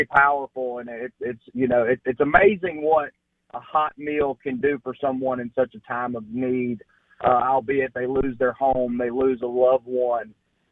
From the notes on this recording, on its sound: joins the show on the Farm Bureau guest line live from the Mississippi Delta